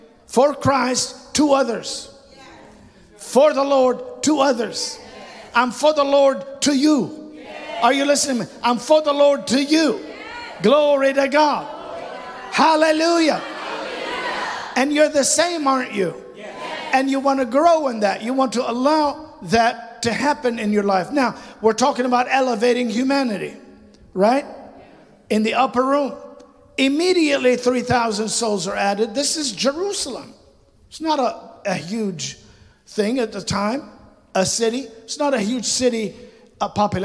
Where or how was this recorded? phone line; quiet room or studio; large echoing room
large echoing room